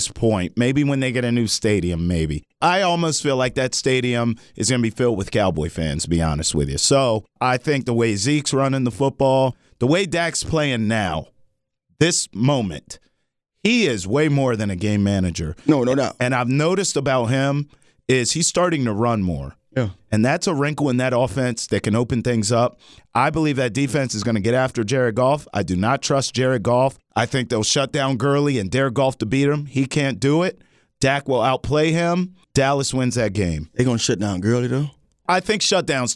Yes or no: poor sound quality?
no